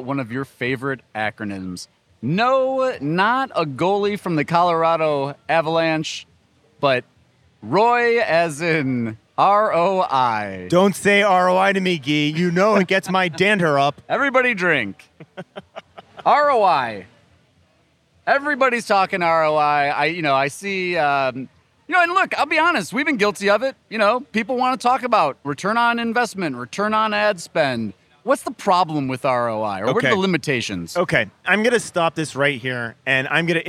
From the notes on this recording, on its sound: Live from Clio Cloud Conference